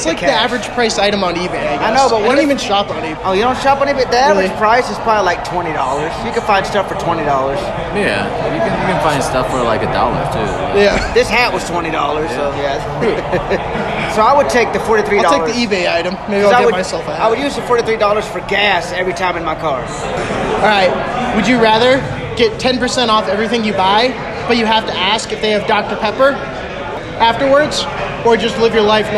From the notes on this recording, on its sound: Welcome to the BarCast where we Answer the Most Absurd Questions on the Internet Live from Dive Bars across America!